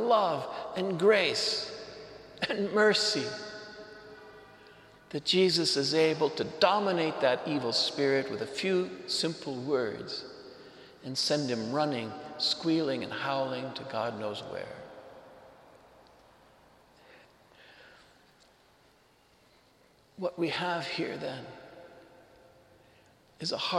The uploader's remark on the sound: Homily delivered to the Saint Francis Catholic Community in Cuenca, Ecuador.